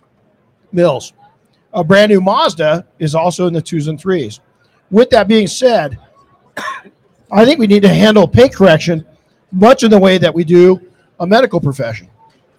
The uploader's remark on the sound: This episode was recorded live in the P&S Detail Products booth at SEMA 2022.